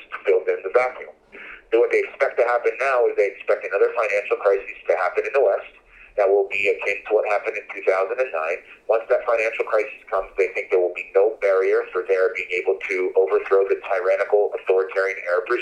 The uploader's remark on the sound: He joined me by phone from Jordan.